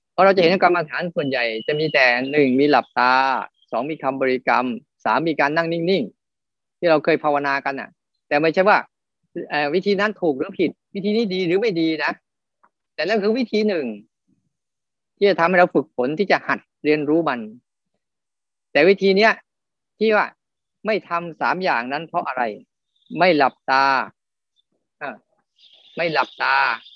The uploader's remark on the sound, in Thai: เป็น 1 ใน 3 คอร์สออนไลน์ (ผ่านโปรแกรม Zoom) ช่วงเข้าพรรษา.